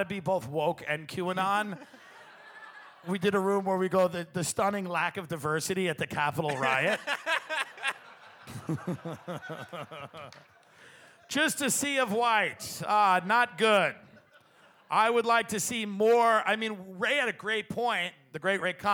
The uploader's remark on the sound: Live From Cleveland